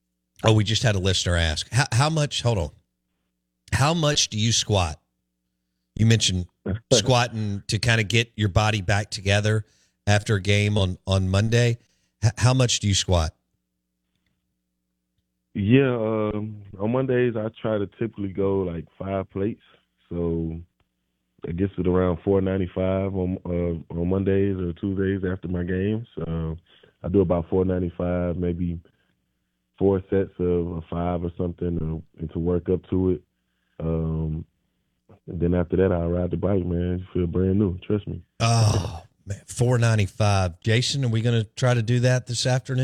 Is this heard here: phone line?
yes